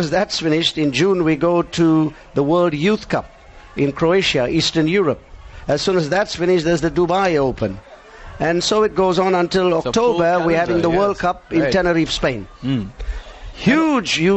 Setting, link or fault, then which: setting, busy venue